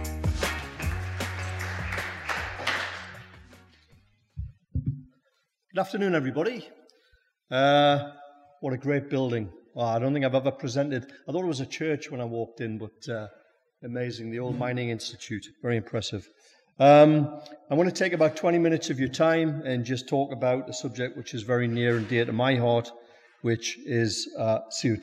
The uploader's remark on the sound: speak at our recent Brewers Lectures in Newcastle